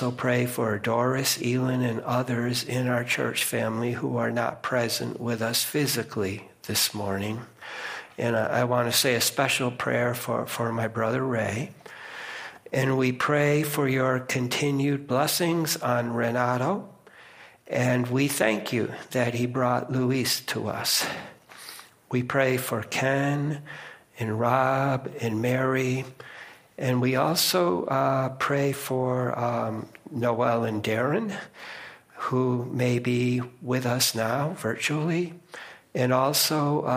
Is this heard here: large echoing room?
yes